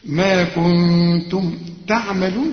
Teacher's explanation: النون بعدها التاء، والتاء من حروف الإخفاء، هنا في غنة وتخفي